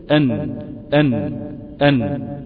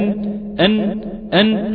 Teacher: قالوا هو طرف اللسان مع ما فوق الثنايا العليا · Shown in: first take · ما فوق الثنايا بأصولها، يعني مش بعيد قوي نص الجوف